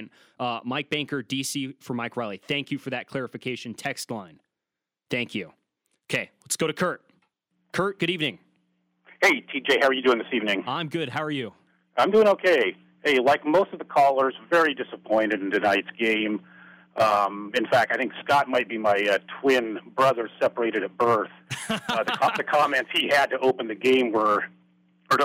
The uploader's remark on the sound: Colorado Postgame Call-In Show